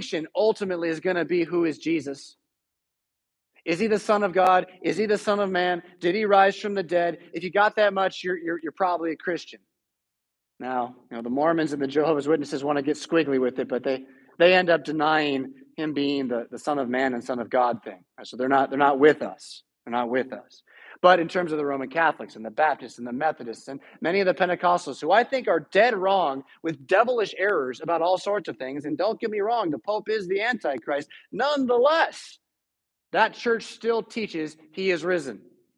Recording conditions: large echoing room